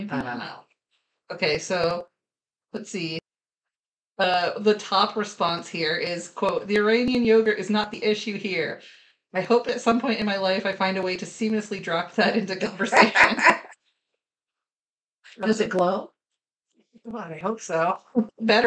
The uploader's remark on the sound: There were some audio issues in this episode because we are still learning, but they will be worked out for next time!